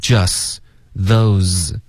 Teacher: 丢了 s 的音，justthose，这里的 z 和 s 都给丢了